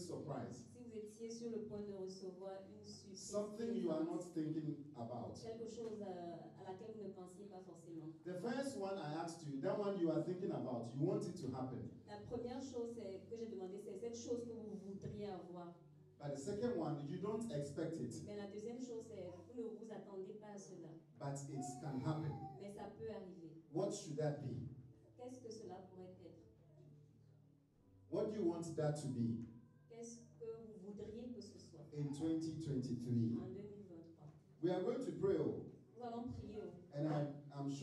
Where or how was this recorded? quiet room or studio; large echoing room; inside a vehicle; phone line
large echoing room